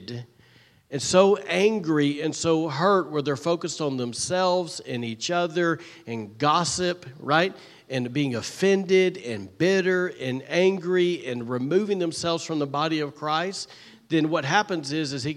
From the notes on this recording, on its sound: was recorded on Sunday, September 3rd, 2023, during service at The Anchor Church in Rockport, Maine